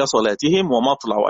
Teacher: غلظ ورش اللام إذا كانت مفتوحة وقبلها صاد أو طاء أو ظاء، إما مفتوحة وإما ساكنة